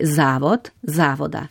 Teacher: nepremični naglasni tip, ves čas na istem samoglasniku